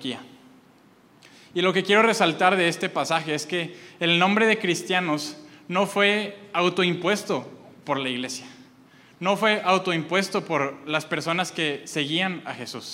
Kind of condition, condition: setting, large echoing room